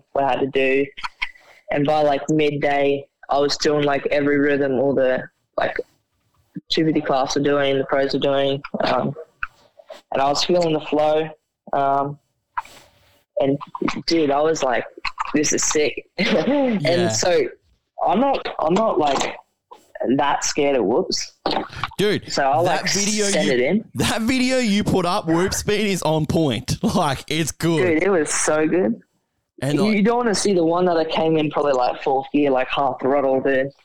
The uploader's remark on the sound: on the phone